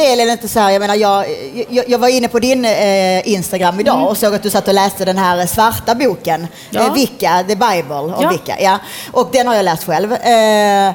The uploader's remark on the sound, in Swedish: Live från DokuPodd 2017 på Fotografiska